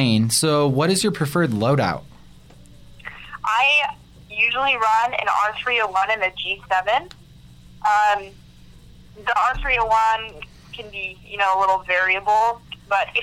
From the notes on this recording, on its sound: have their first call in guest